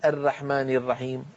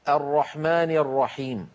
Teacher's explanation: يعني لو جاء إنسان وقال الرحمن الرحيم الرحمن، المخرج صحيح، هو أتى بالراء من مكانها الصحيح، لكن العرب لا تقول الرحمن الرحيم، تقول العرب الرحمن الرحيم، يعني يفخمونها · Shown in: second take